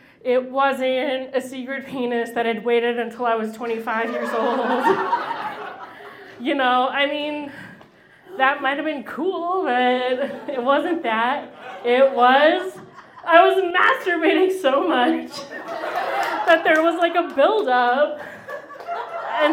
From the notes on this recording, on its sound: Goes south is a live storytelling event out of Charlotte, NC. This podcast combines audio recordings from these live events. Goes south live events take place on the 3rd Tuesday of the month at Petra's in Historic Plaza-Midwood, Charlotte, NC.